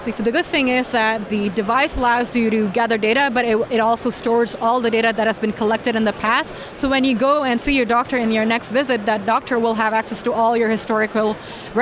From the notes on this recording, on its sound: LIVE from CES